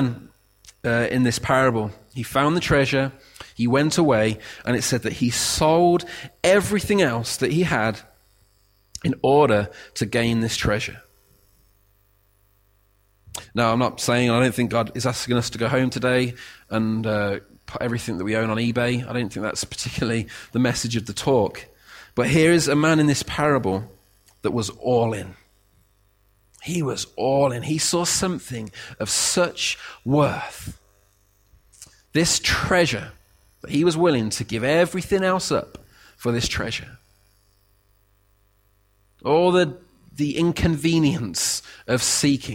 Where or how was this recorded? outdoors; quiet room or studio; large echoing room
large echoing room